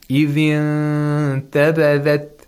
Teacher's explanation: you have to make a nasal sound at the same time for two vowel counts. This is ikhfa. · And what remains of the noon is the nasalization. · Okay, there's no noon anymore. We only approximate the place of articulation of the letter after the noon.